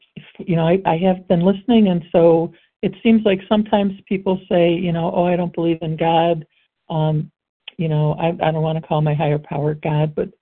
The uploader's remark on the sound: qualification from the 100 Pounders Phone Meeting